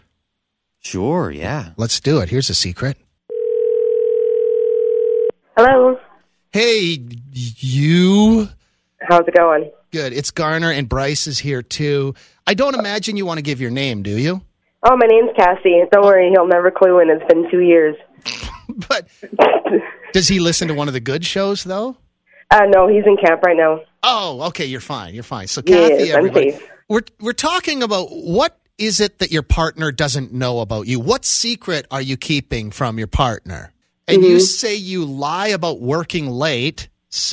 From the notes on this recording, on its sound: they get a phone call from an old friend